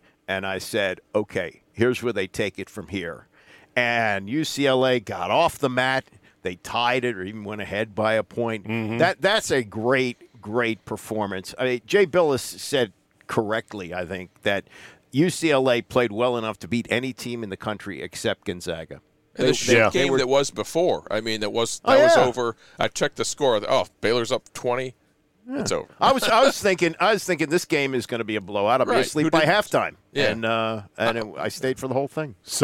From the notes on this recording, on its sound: join me in the van to discuss